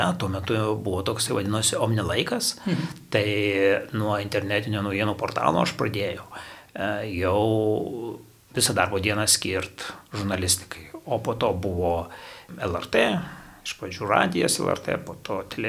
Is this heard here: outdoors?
no